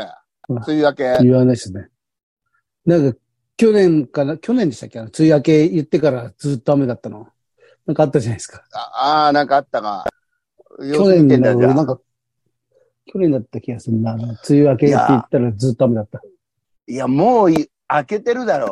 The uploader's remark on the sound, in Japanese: ZOOMで収録